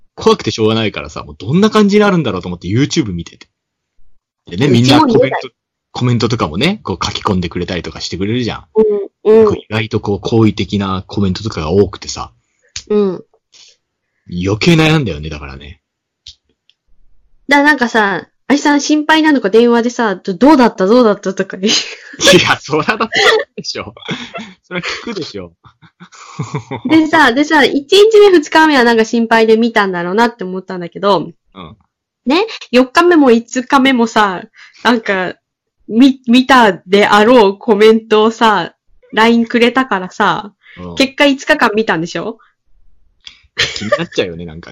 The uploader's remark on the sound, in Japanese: Skype録音にて収録